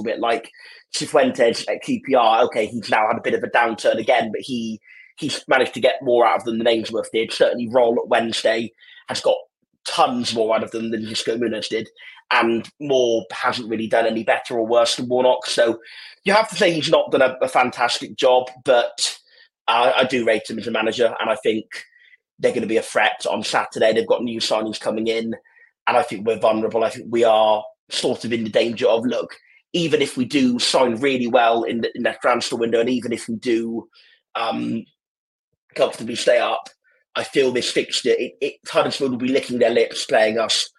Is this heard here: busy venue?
no